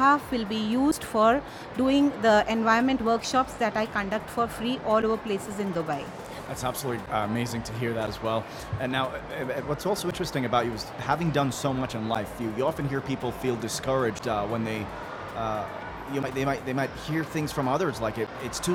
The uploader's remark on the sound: Live interview from SIBF 2022